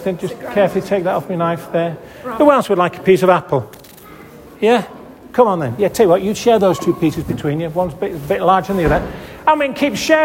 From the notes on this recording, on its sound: This audio recording was taken at the 10:30 Benefice Communion Service, 'The Gathering' on February 4th 2024 in St Oswald's Church, Askrigg.